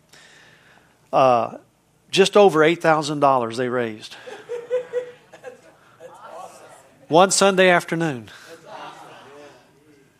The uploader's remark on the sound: From the Wednesday service on June 28, 2023 at Harvest Bible Church in Stockton, CA.